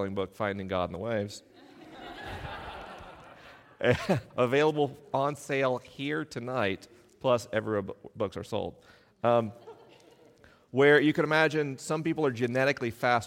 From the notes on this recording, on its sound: LIVE in Grand Haven, MI. This week is a live episode: the questions are unscreened and the answers are unrehearsed.